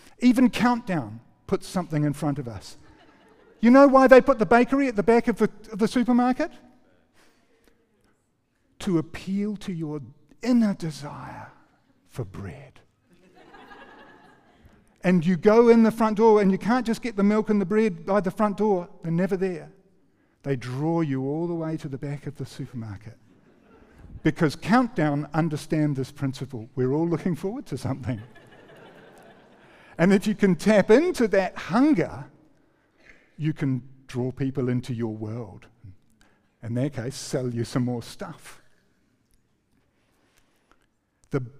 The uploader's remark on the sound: recorded 5-11-23 PM gathering